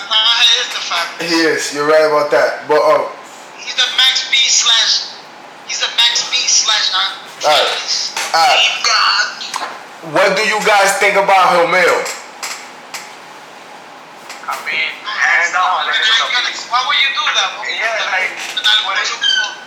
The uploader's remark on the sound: Its was suppose to be a test recording but it was some much fun we decide to put it out. We apologize for the audio.